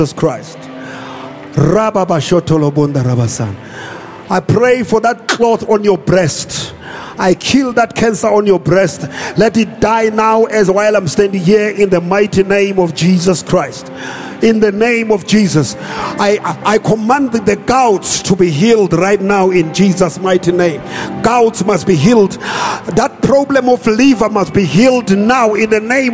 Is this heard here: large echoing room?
yes